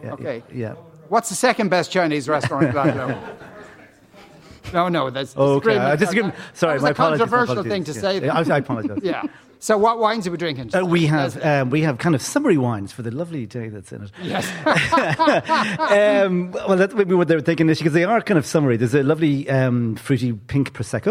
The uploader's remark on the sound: LIVE from Athlone Springs Hotel.